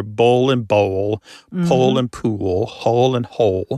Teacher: the physical act of pronouncing that dark L kind of requires the back of the tongue to raise toward your soft palate. And that movement of the tongue pulls the vowel that comes before the L in a new direction.